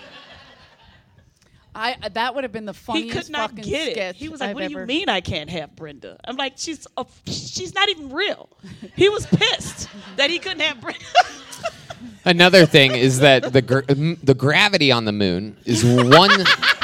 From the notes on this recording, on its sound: LIVE FROM SXSW 2022. Headed down south to host our first event at SXSW.